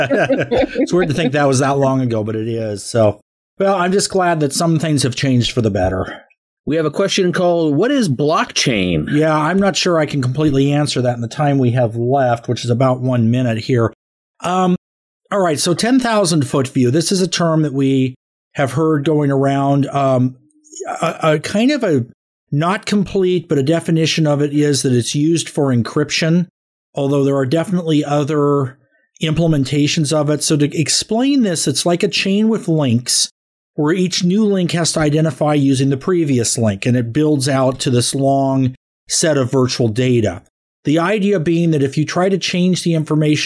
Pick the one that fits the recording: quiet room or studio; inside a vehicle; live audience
quiet room or studio